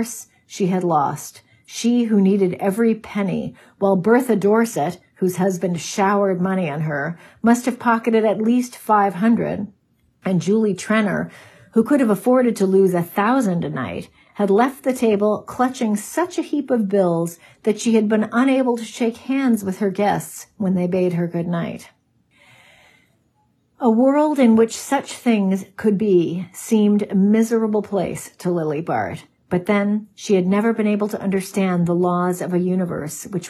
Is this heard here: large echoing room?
no